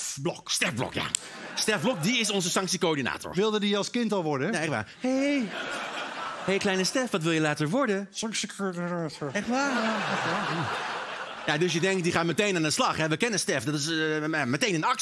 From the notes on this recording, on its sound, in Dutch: Alles is weer terug bij het oude: live-publiek, de muzikale gast.